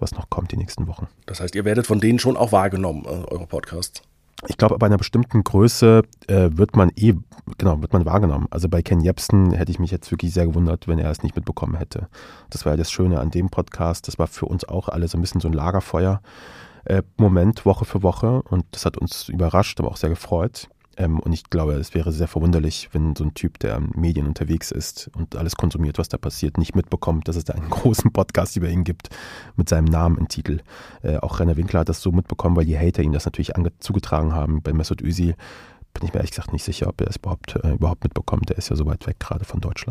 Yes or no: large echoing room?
no